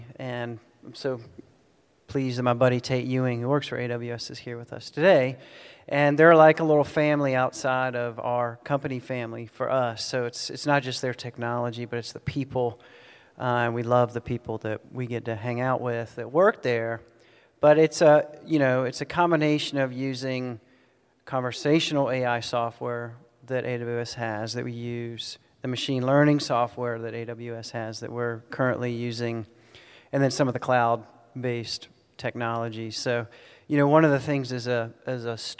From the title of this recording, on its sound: Austin City Limits Live Podcast Tour